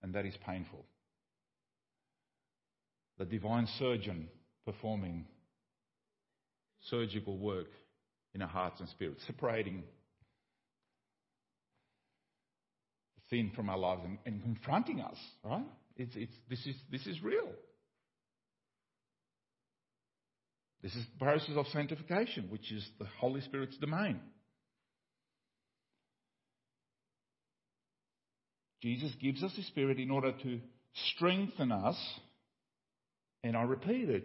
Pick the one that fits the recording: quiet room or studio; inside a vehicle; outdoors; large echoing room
large echoing room